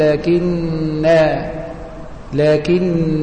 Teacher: الشاهد في الكلام أن كل حروف المد التي تحذف وصلا في رسم المصحف تثبت وقفا إذا وقفت عليها، فعندما تقف على لكن تثبت الألف